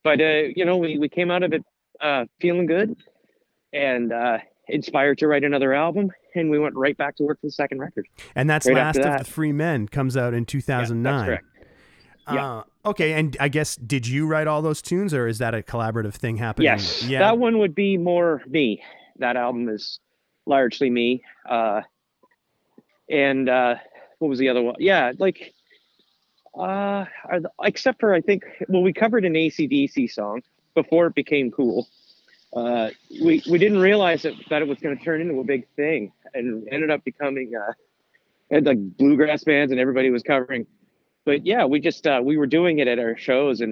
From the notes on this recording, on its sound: on the phone